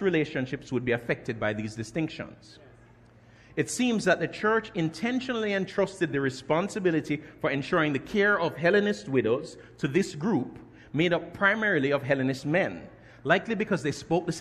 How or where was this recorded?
large echoing room